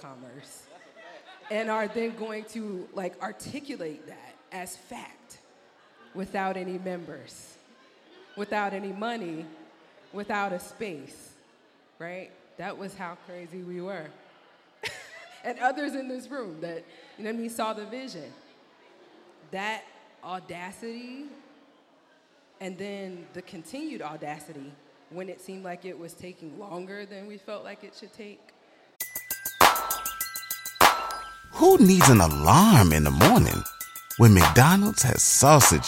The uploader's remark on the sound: live at the 7th annual Black Diamond Weekend in Norfolk, Virginia